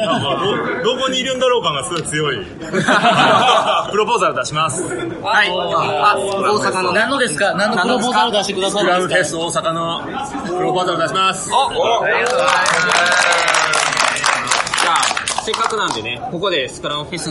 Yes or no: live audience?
yes